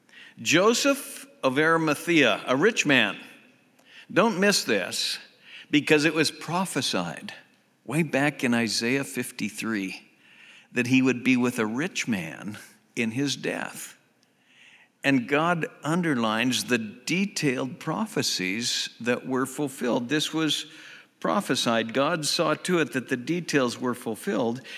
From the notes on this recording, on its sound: Southwest Bible Church in Beaverton Oregon